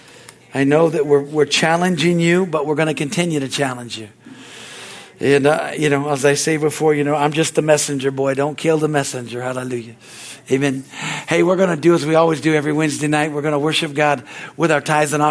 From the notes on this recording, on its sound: from the Wedensday service on August 16, 2023 at Harvest Bible Church in Stockton, CA